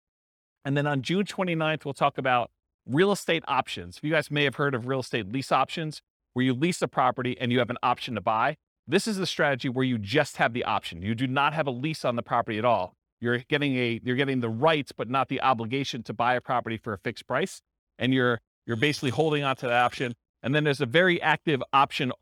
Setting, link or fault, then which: setting, live audience